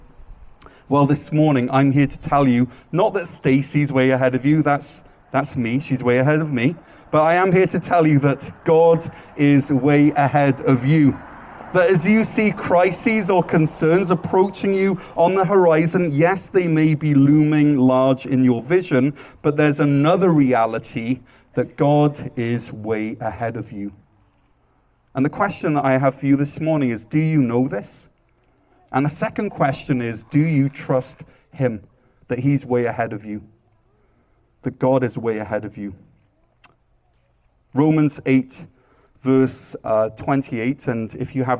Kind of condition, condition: setting, large echoing room